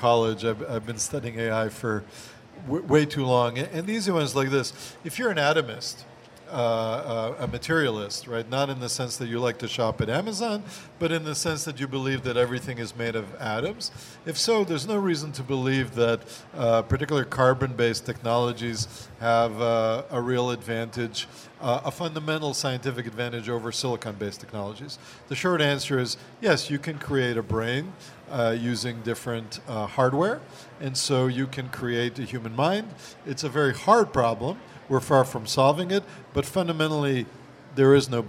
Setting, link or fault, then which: setting, live audience